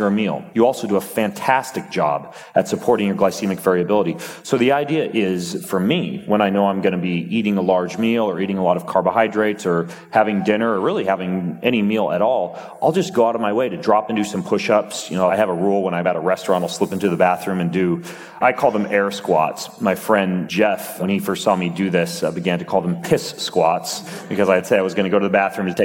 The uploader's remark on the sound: on stage at Mindvalley University Tallinn